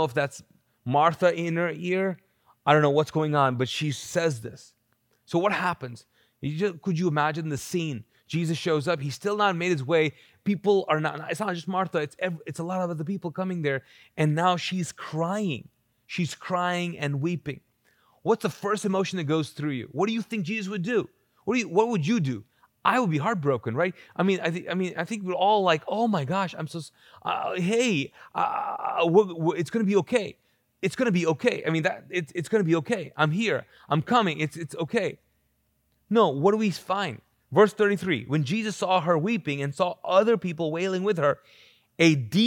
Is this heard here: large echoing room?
yes